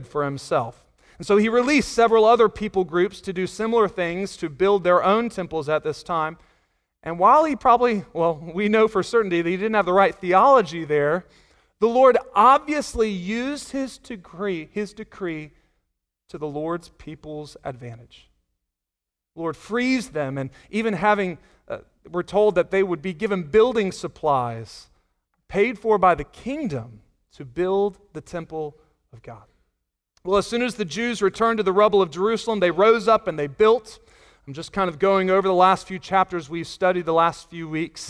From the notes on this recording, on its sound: Sunday Morning Sermon Audio.